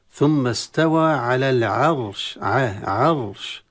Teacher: التفخيم في الراء فقط دون العين